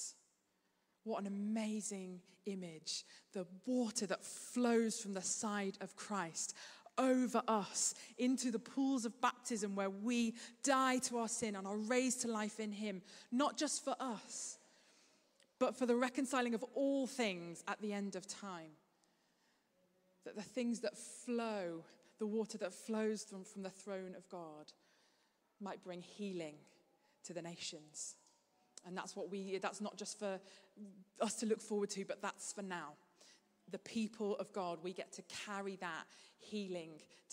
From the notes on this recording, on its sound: Streamed live at St Paul's Shadwell on Sunday, 5 November 2023.